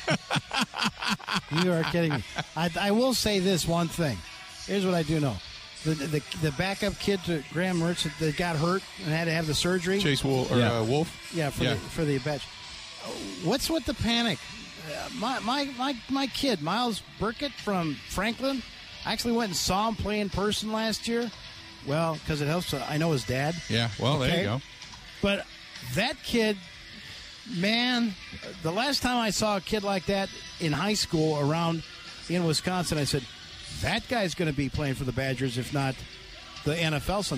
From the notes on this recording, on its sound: live at the Wisconsin State Fair